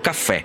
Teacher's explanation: la E con l'accento grave è aperta, tipo caffè